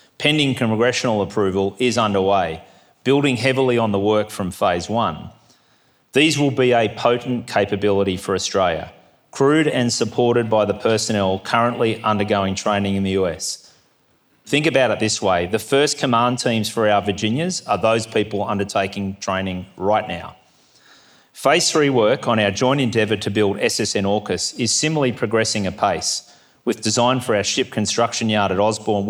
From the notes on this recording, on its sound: 2023 Goldrick Seminar. Address at the Australian Naval Institute’s Goldrick Conference held in Canberra on 19 October.